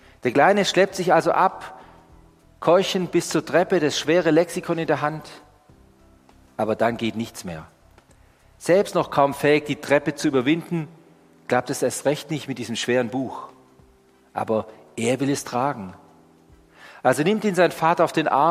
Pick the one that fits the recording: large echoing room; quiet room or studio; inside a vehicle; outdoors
large echoing room